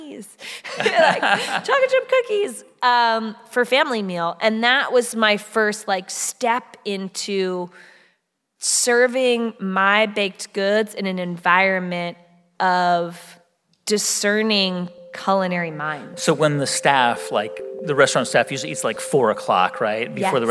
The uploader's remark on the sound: This show was recorded live at The Town Hall in New York City.